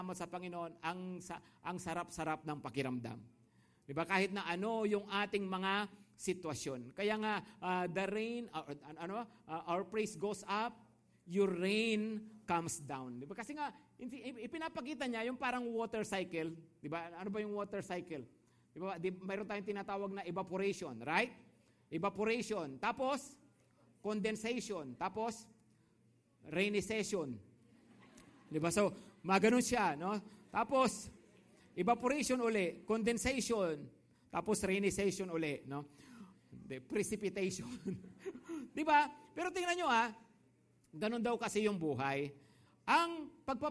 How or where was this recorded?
large echoing room